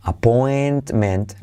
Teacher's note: la T de point, casi no se dice